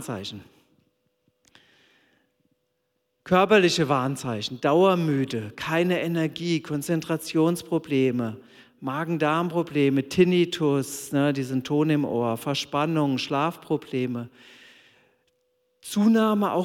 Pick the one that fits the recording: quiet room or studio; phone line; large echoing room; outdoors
large echoing room